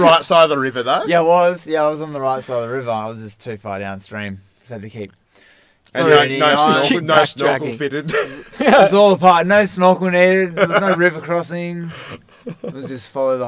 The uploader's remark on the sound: We adventured into a deep part of the southwest this week and set up the microphones under the stars to record out in the wild. That's right, no studio, no rooms, no sound barriers, just the open air with space to echo and carry on. Yes, the sound isn't studio quality brilliance, it's the sound of recording out in the open in the bush.